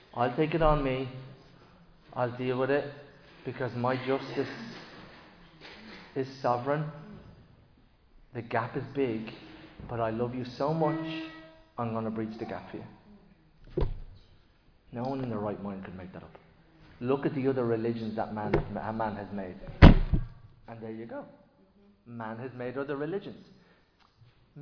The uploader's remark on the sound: Recorded live in Liberty Church on 27 August 2023